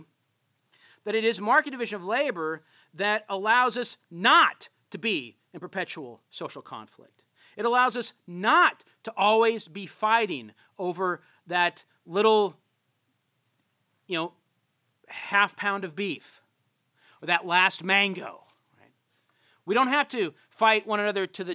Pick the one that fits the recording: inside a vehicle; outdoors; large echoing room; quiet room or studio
large echoing room